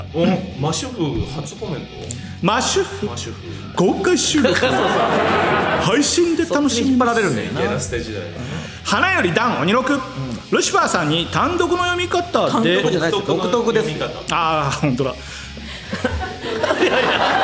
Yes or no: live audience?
yes